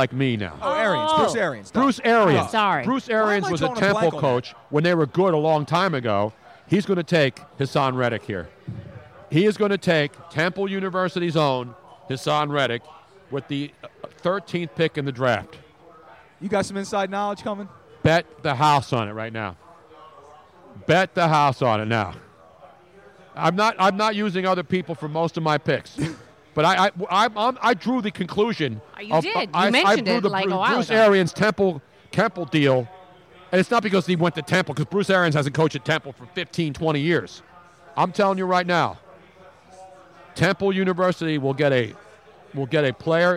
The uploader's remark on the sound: Part 2: We were LIVE from the #NFLDraft2017 Philadelphia for 6 HOURS. Part 2 of a 6 hour Draft Fest LIVE from the Draft Headquarters in Philadelphia.